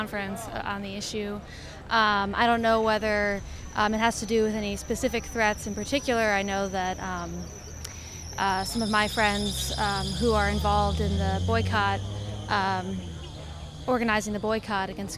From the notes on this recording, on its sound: caught up with shoppers and vendors at the Tuesday farmers market in Bloomington